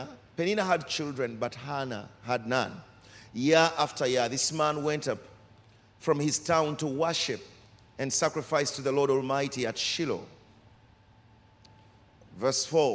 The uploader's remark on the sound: Recorded during our 5pm service